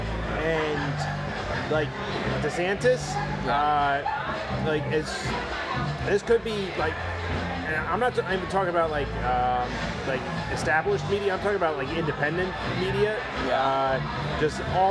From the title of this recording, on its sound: Saturday night at a brewery with live music